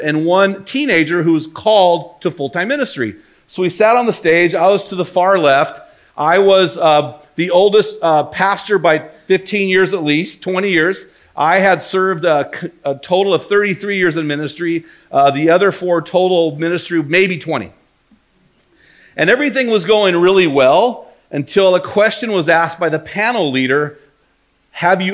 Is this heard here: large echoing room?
yes